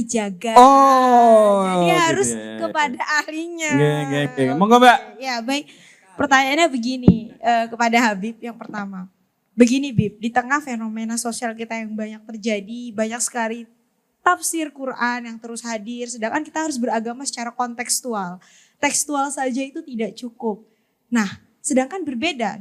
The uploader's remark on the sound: PutCast Live on Stage International Conference on Religious Moderation (ICROM) ke-2. Konferensi ini diadakan di Yogyakarta.